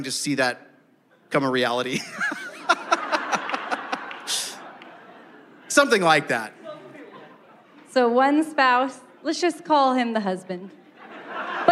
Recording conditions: live audience